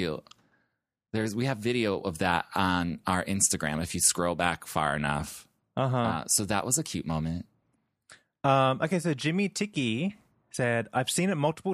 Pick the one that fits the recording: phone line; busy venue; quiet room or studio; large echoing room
quiet room or studio